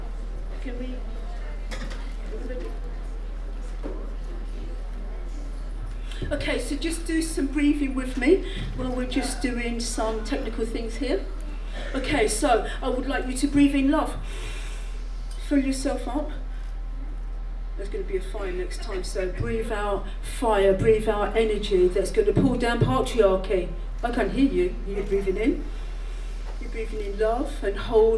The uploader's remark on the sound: Recording from the Sunday Closing Session of the FiLiA 2019 Conference. Recording from the Sunday Closing Session of the FiLiA 2019 Conference.